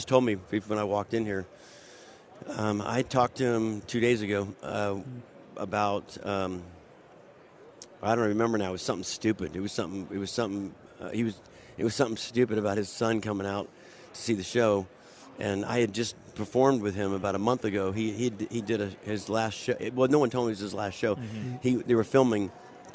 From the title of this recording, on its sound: live from Super Bowl Radio Row